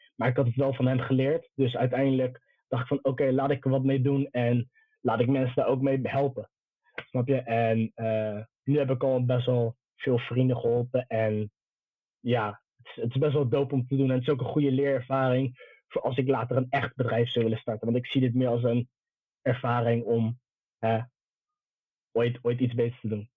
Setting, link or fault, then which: link, video call